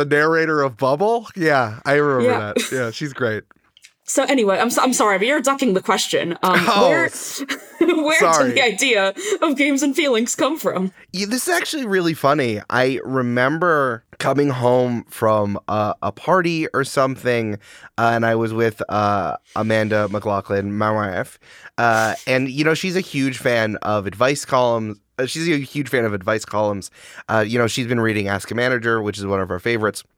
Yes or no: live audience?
no